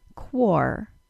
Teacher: The next issue is the OR sound, or part of the word. If I put the K sound plus W sound plus OR sound together